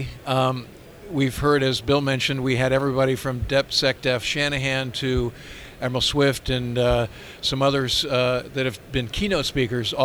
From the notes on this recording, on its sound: live from WEST 2018